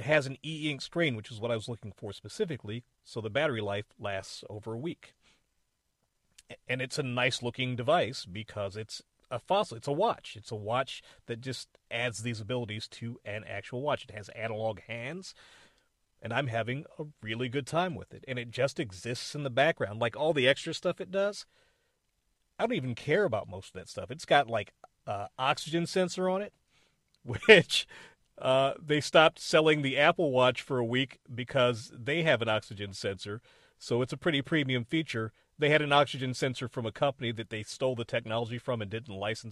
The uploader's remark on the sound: A quick and dirty episode that I recorded in my car.